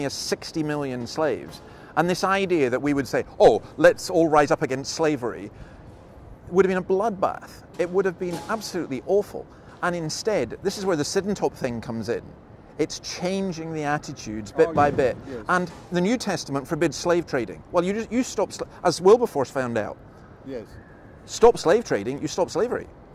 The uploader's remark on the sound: Outside Sydney cathedral - his voice is a wee bit quiet so you may need to turn it up.